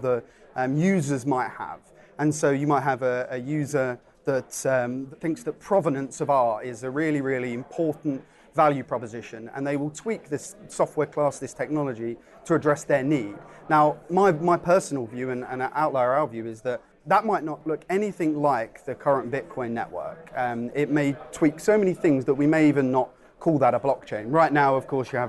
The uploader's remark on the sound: a panel at the Europa conference